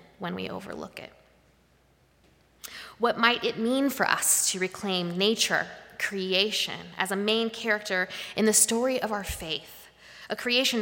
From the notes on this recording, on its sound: Live-streamed from the sanctuary of Mayflower Congregational UCC in Oklahoma City.